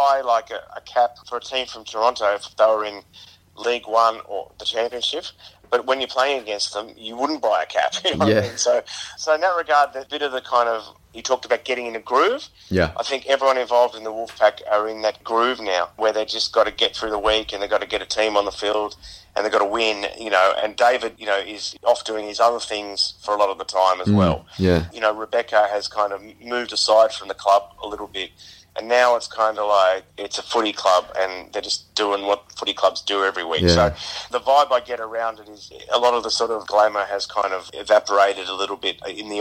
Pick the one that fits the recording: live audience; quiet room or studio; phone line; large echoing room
phone line